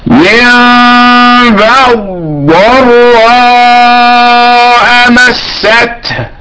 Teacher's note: من بعض ضراء مست، دال في ضاد، هذا الادغام المحض